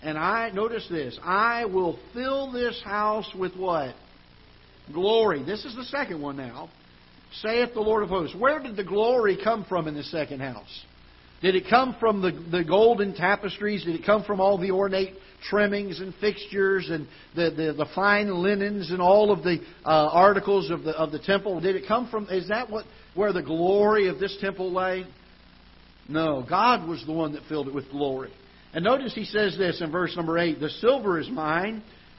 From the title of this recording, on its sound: Ketha Heights Baptist Church ~ Live Broadcast